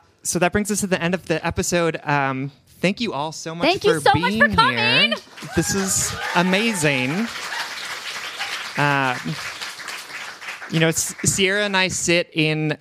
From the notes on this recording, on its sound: Live From Oklahoma. Recorded live at Second Wind Coffehouse in Norman, OK.